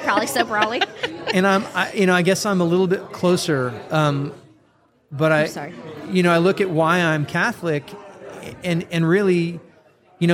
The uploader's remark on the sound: Live from Steubenville South.